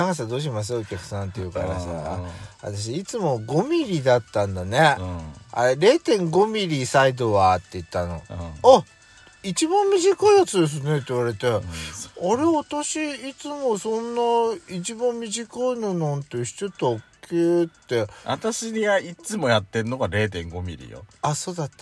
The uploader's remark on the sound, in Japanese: パーキング収録